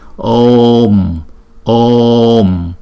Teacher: Bởi vì chữ O là hai nhịp cho nên chúng ta phải đọc chữ O kéo dài trước rồi chúng ta mới đóng chữ O lại. Om. Chứ chúng ta không đọc là Om.